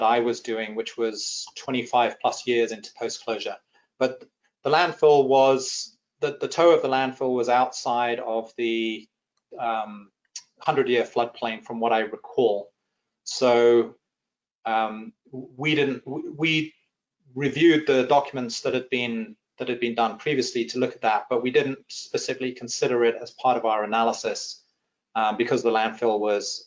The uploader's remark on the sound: This is an audio version of the FGI webinar.